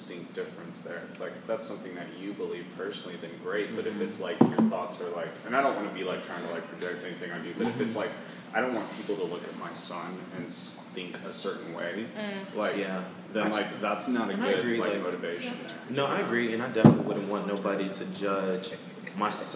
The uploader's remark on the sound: apologize for the background noise